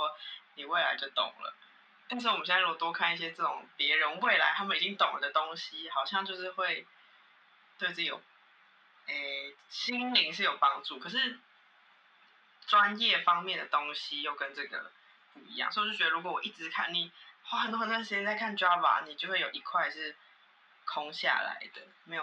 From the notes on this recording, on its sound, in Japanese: 可能最近都會是疫情版本 音質比較差。